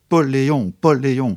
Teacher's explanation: Et donc, il faut au minimum trois syllabes. Une syllabe forte, une syllabe faible et une syllabe forte à nouveau.